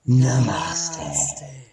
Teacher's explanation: Breathy, very new age housewife.